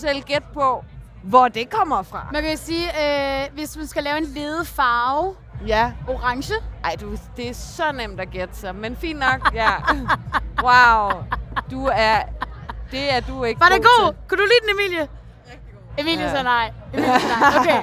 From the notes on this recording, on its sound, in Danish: talt med glade festivalgæster